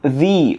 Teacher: сам по себе читается он «the» с долгим «i»